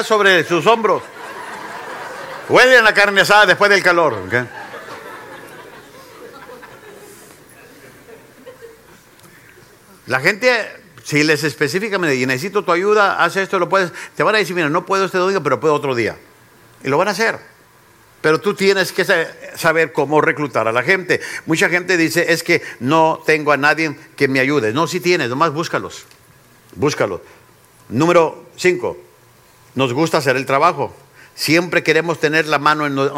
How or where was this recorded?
live audience